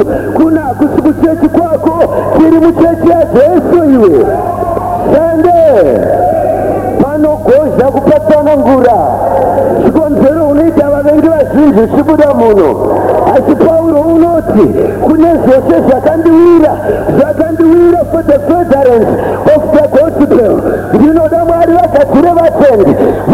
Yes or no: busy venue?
yes